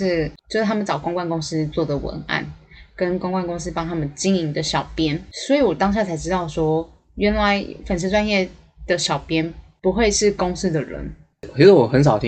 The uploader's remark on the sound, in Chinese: 因為第一集又在外地錄音內容有點粗糙